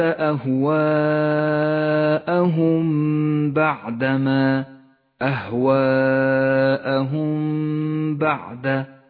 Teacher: الميم الساكنة وبعدها حرف الباء، تخفى الميم بالباء · Term: الإخفاء الشفوي